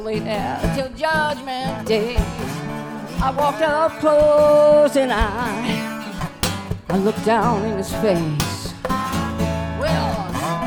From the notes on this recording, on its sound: in performance at the Fur Peace Ranch recorded October 19, 2019